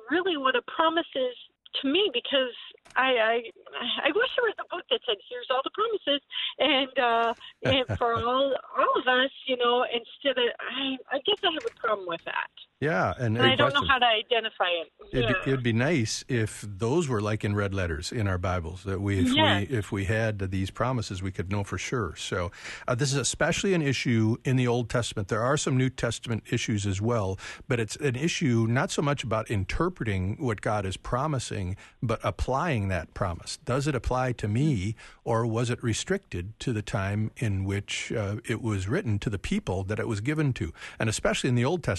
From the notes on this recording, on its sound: We open up the phone lines.